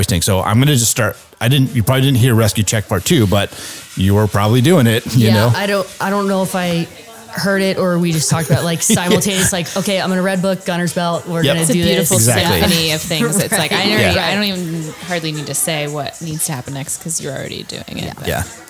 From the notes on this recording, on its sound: They are at the Women in Aviation conference to hear some great stories, and sit in on all the conference has to offer.